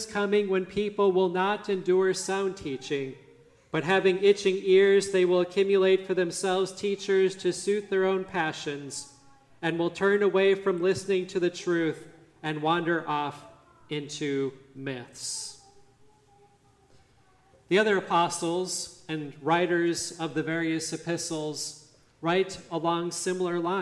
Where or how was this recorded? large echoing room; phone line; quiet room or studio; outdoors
large echoing room